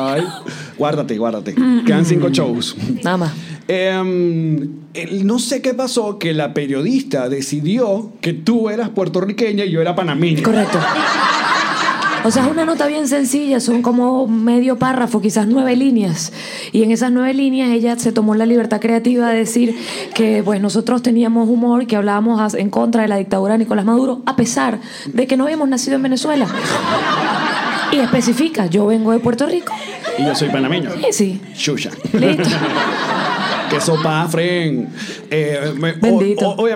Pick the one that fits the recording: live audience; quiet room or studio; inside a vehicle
live audience